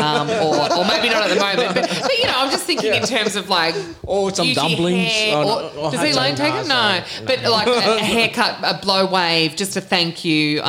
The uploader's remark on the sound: Live from Network House Robinvale. It was a pleasure to be asked to do a LIVE podcast event.